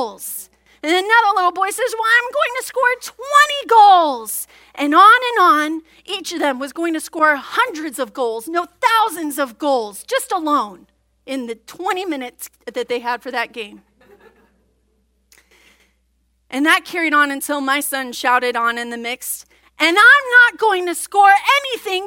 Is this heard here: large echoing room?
yes